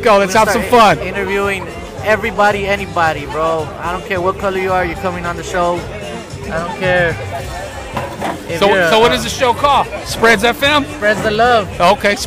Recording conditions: outdoors